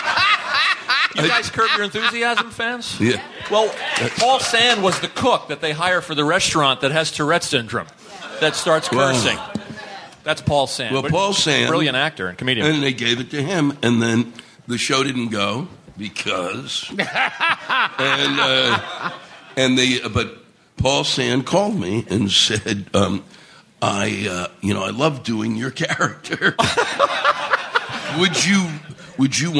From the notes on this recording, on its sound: In our first live recording at New York City's Carolines comedy club.